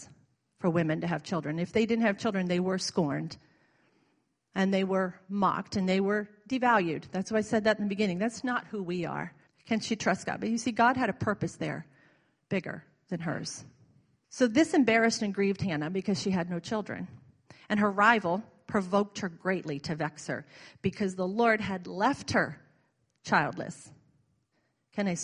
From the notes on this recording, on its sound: was recorded on Sunday, May 14, 2017 during Sunday morning service at Celebration Life Family Church